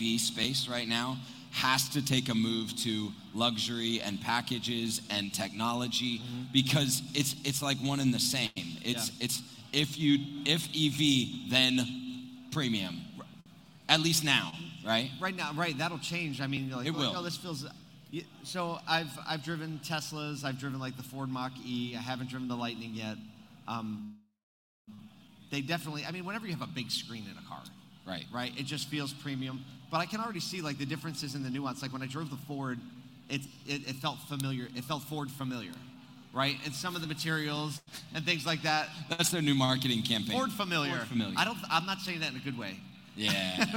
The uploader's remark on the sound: Live From ASOTUCON Monday 2022